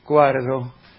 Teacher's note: Es una afectación. Que les parecía que la N se escuchaba poco, y entonces la hacían como R.